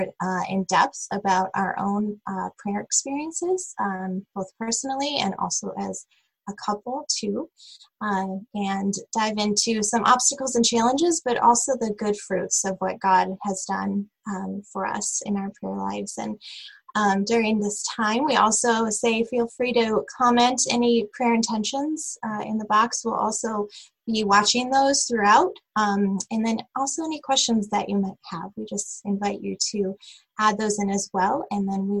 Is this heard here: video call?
yes